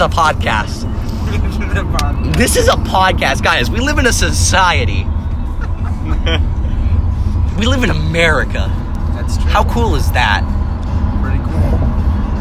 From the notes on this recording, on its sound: Recorded backseat with the buds.